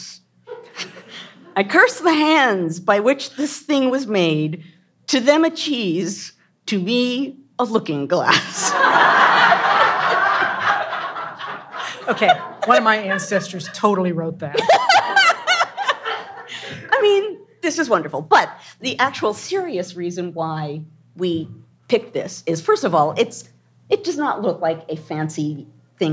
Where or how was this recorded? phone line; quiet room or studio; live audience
live audience